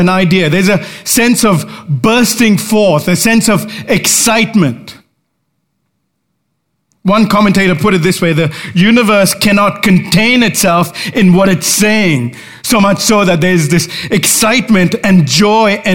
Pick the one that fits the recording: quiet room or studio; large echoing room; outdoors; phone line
large echoing room